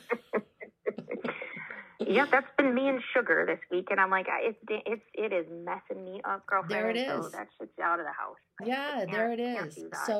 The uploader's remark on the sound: we received great feedback from the live callers